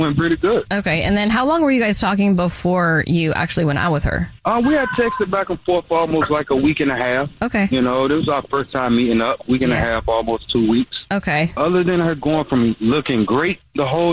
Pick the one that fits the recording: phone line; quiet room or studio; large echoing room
phone line